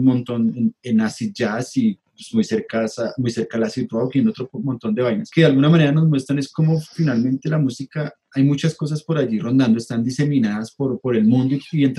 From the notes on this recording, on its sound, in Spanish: Episodio grabado el 03 de agosto de 2020 en línea, desde Bogotá - Colombia y Gante - Bélgica.